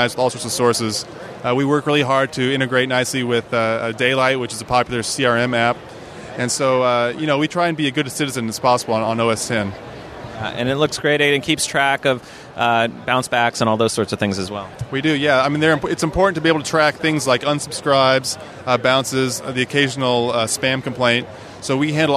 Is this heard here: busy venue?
yes